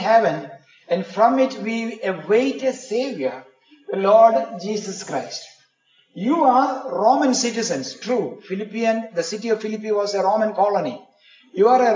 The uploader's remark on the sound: Preached in the Community of the Redeemed, Pune India.